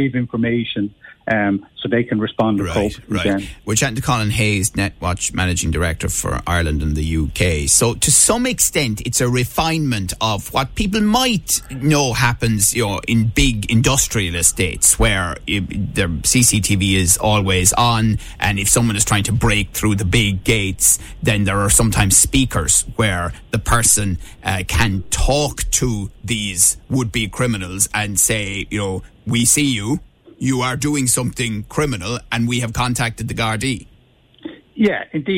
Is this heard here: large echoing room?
no